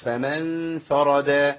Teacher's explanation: ممكن اخليها فرد وابدل الضاد بدال. ده خطأ